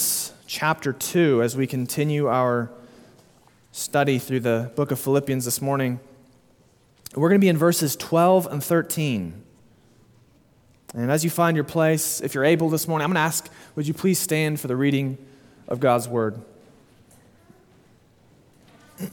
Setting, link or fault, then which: setting, large echoing room